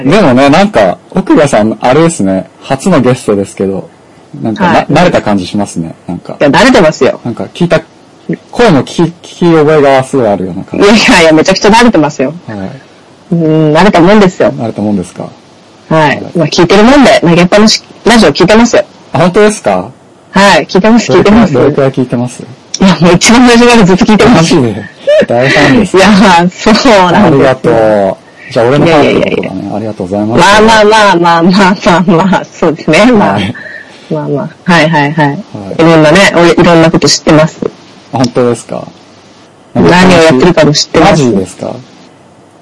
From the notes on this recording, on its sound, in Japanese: 収録環境及び音声圧縮の影響で今回はお聞き苦しい音質になっており申し訳ありません